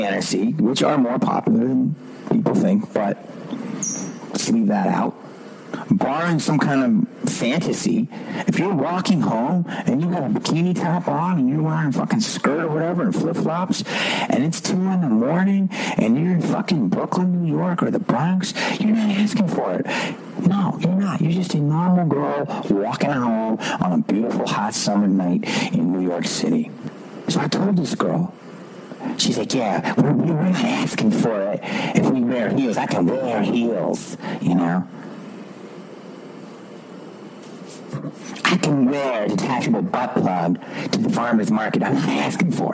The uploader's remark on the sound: This podcast has poor sound quality. In the heart of theSouth African desert while recording this episode.